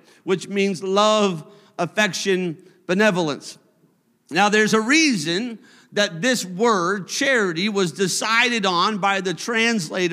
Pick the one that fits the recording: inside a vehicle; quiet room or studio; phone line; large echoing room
large echoing room